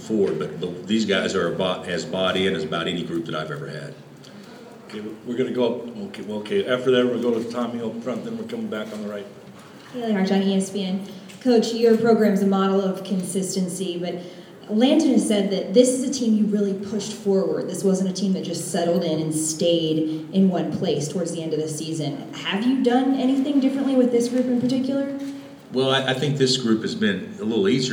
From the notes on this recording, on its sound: An afternoon press conference at Wells Fargo Arena, in Des Moines, the day before the Jayhawks open the NCAA Tournament against Austin Peay.